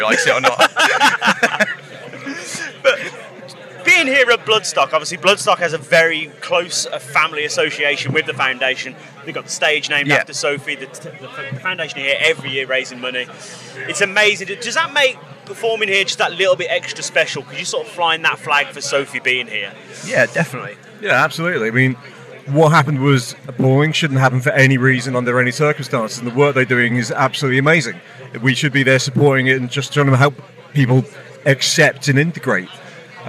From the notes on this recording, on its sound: From our 'Live from Bloodstock 2023' series.